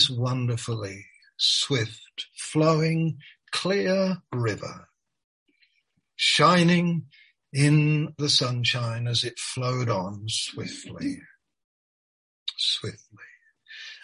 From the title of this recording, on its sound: Malaysia Meets (Zoom)